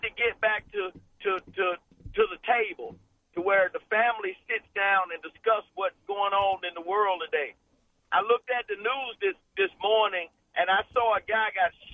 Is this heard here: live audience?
no